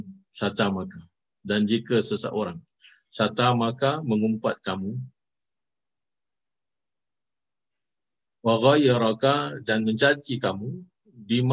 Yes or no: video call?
yes